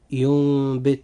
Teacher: النون الساكنة أو التنوين فإنها تقلب ميما مخفاة في النطق لا في الكتابة، أي إنها تنطق فقط ولا تكتب، وذلك مع بقاء الغنة · Term: الإقلاب